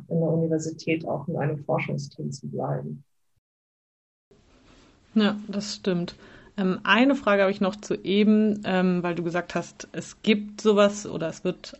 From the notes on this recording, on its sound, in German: Leider ist die Audioqualität nicht so gut